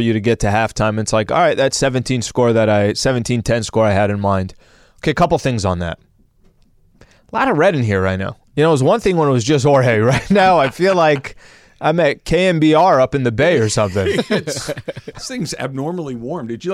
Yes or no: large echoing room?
no